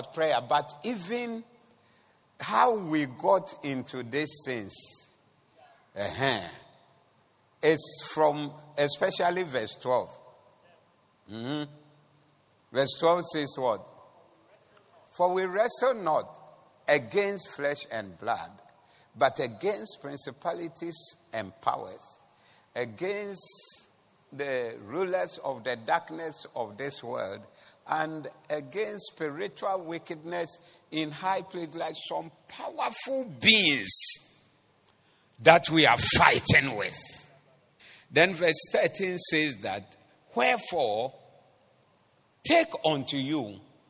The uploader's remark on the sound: Preached at the Doxa Service.